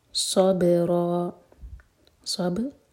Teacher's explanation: با پر قلقلہ، را ہیوی اور دو حرکہ لمبا